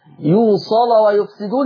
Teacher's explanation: لان اللام مفتوحه والصاد مفتوحه فهنغلظ